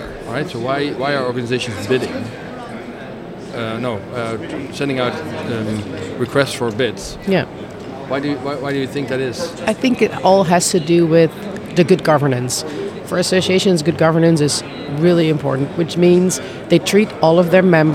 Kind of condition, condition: setting, busy venue